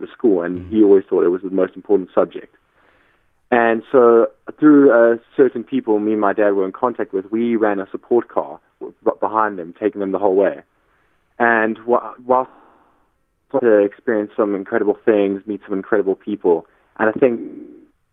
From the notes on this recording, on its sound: Guest on the line.